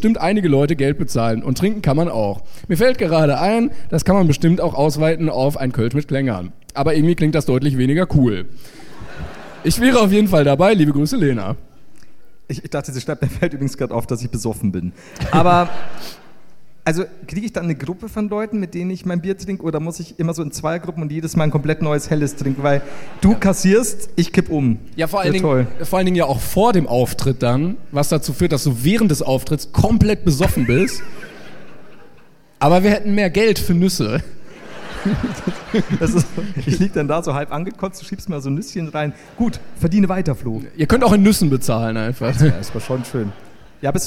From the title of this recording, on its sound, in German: LIVE in Wien